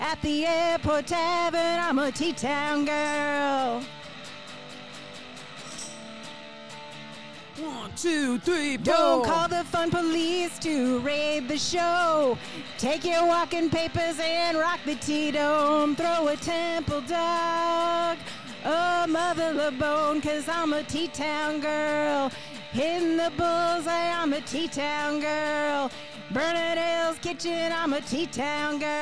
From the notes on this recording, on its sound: LIVE from Parkland, WA. Via SPACE 101.1 FM and streaming live via space101fm.org from Thompson Hall at Trinity Lutheran Church in Parkland, Washington.